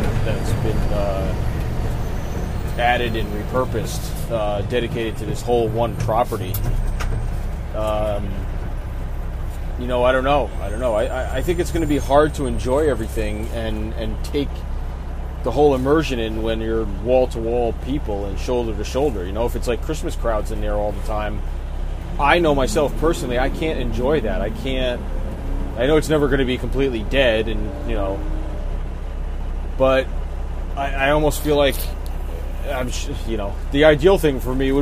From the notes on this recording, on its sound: Recorded while driving on the highway in a dump truck! We apologise for the excessive background noise in some parts.